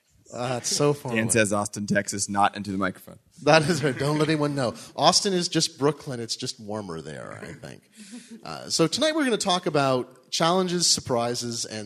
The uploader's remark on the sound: Recorded Live In Brooklyn. We recorded a special live episode of The New Disruptors in Brooklyn's fantastic DUMBO district in the Galapagos Art Space as part of the Nearly Impossible conference.